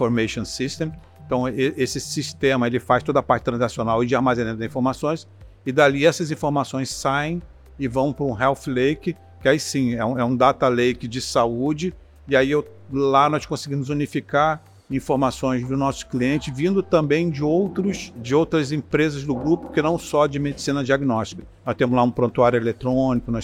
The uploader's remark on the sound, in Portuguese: Em conversa especial gravada durante o IT Forum Salvador. Especial IT Forum Salvador. Em conversa especial gravada durante o IT Forum Salvador.